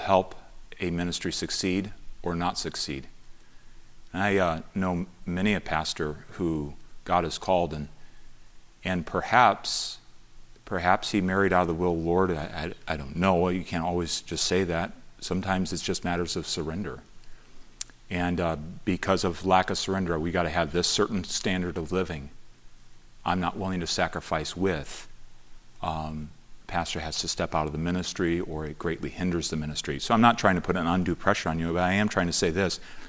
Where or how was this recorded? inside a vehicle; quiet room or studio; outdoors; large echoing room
large echoing room